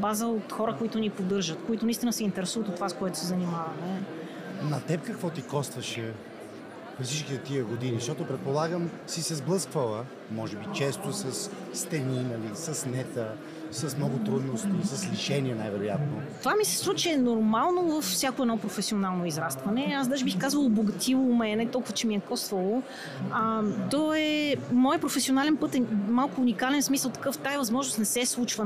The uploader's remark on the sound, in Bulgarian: Това е номер 2 от специалните епизоди, които записахме в зала Арена Армеец по време на водещото кариерно събитие у нас, Career Show 2023.